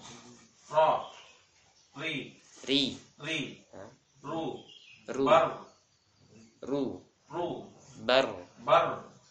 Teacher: Pengulangan getaran pada huruf ro. · Term: takrir